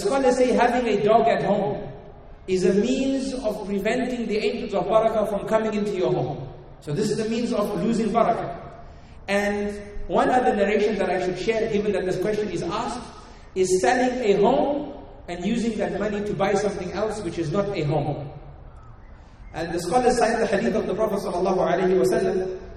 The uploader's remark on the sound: Talk delivered it the Zayed Bin Muhammed Winter Family Gathering in Dubai in January 2018. Talk delivered it the Zayed Bin Muhammed Winter Family Gathering in Dubai.